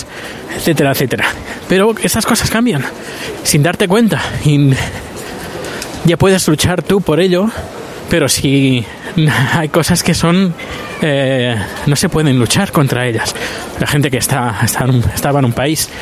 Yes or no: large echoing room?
no